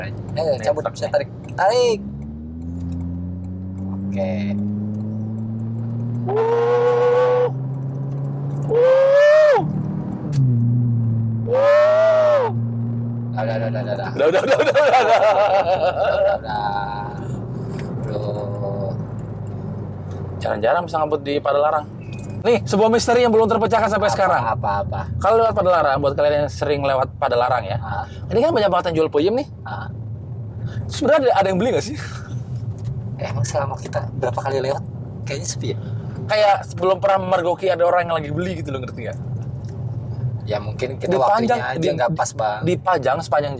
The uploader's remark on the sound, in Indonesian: Ini kita rekam di dalam mobil ya pak, jadi suaranya agak kurang